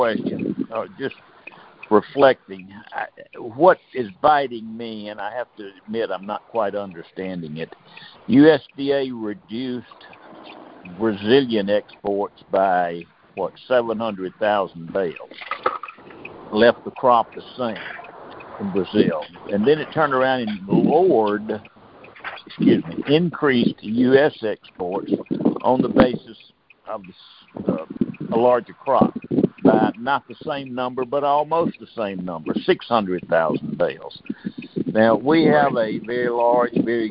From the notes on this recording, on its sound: Monthly Conference Call On Cotton.